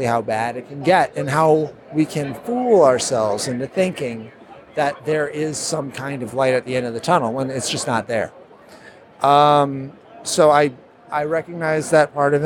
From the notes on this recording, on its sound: Live from C2E2